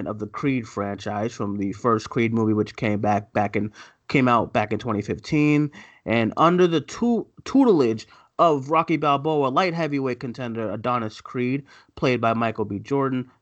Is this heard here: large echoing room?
no